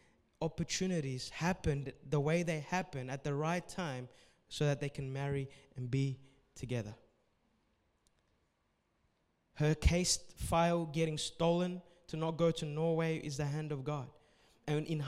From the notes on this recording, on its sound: A message recorded at Revive Church Adults service